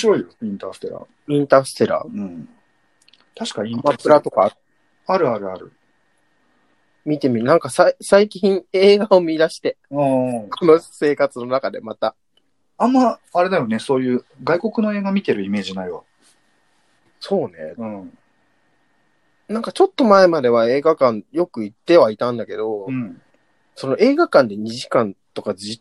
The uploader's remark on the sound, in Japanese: 最初から二人のタイミングがずれずれのリモート収録です。